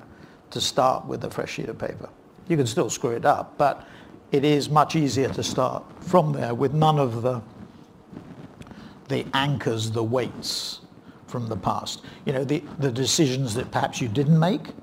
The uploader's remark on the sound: In a keynote session from PRovoke18.